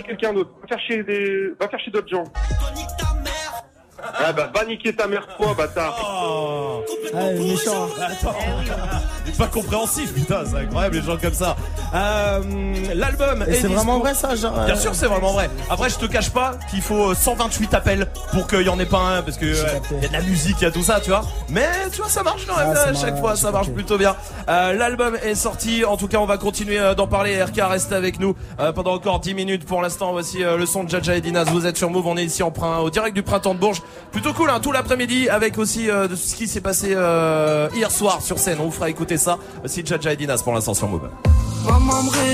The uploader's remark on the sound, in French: en direct du Printemps de Bourges